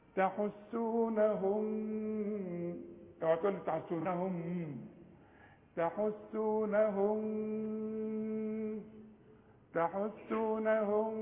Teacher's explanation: تقفل شفايفك إذا وقفت عند الميم